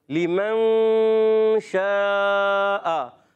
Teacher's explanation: نون ساکن کے بعد شین حرف اخفا میں سے آ رہا ہے تو یہاں غنہ ہوگا ایک الف کا اور پھر دیکھیں شین کی ادائیگی ہوتی ہے زبان کے درمیان